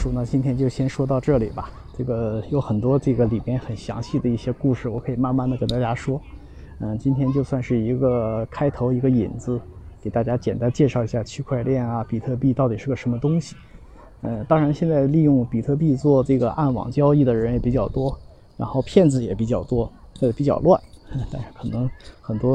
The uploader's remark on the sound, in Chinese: 在陪两个女儿打网球时录制